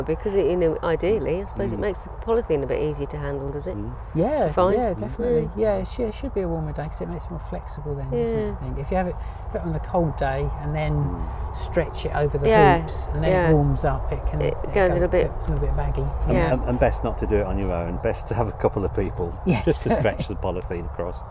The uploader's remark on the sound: Recorded live, in a polytunnel on the hottest day in February on record